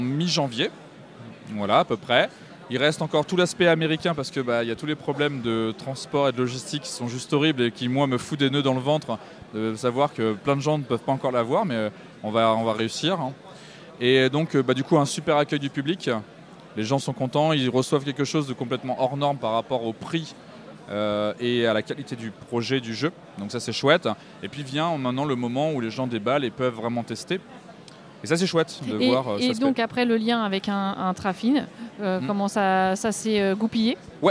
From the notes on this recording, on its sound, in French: Rencontre lors du Festival international des jeux de Cannes sur le stand d 'Intrafin